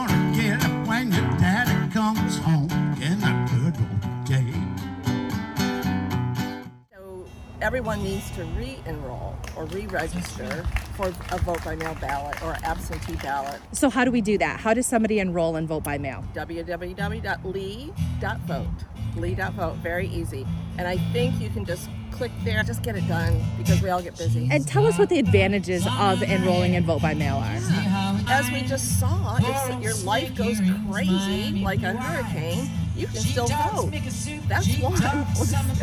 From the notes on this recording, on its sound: Was recorded live at the Second Annual Music Festival in Fort Myers.